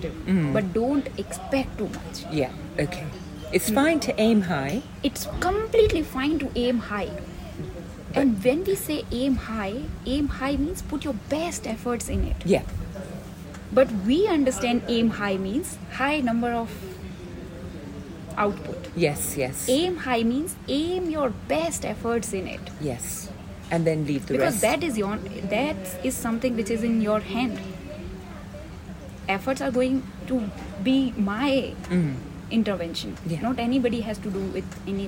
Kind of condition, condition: fault, sounds in the background